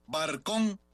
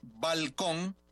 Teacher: Neutralización de los fonemas R y L en posición implosiva · Shown in: first take